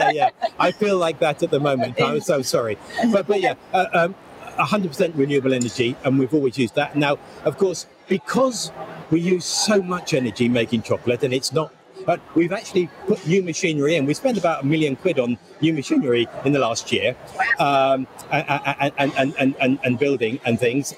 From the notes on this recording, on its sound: Podcast live from the Cake and Bake Show. It was a busy and noisy show, and they have done their best in the edit to muffle some of the background noise.